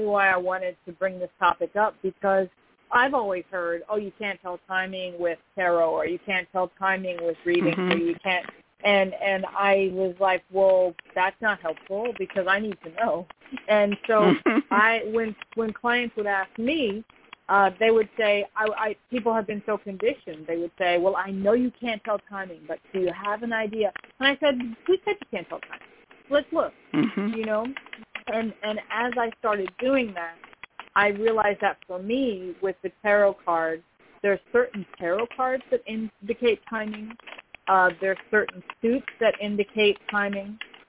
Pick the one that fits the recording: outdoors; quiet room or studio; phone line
phone line